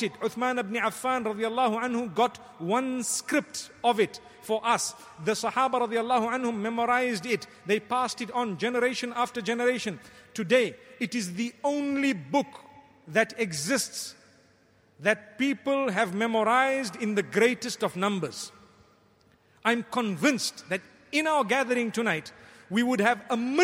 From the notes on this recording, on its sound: Delivered at Tuanku Mizan Zainal Abidin Musjid